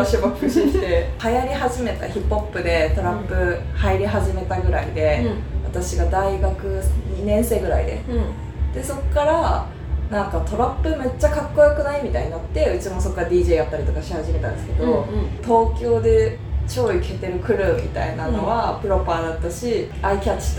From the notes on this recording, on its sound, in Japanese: 雑音すごくてすみません。。